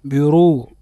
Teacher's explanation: الراء مفخمة حكمها لأنها مضمومة متحركة بالضم